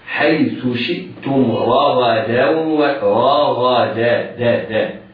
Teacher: حيث شئتم راغدا، إياك وأن يجعل تفخيم يؤدي تفخيم الراء والغين إلى تفخيم الدال فتصبح ضادا أو قريبة من الضاد. لا، احرص على ترقيق الدال بعد الحرفين المفخمين، بعد الراء والغين المفخمتين